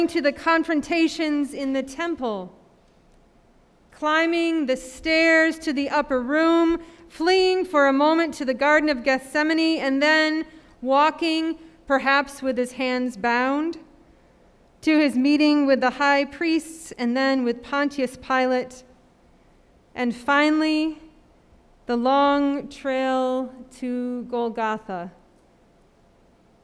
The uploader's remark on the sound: Sermon preached at RCHP